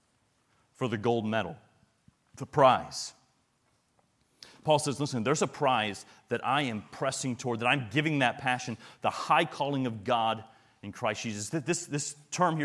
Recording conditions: live audience